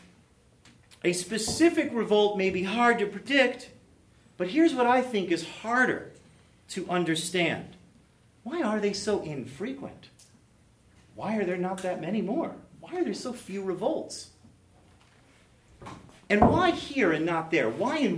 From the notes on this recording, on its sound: a lecture he delivered at Greenville University in the fall of 2017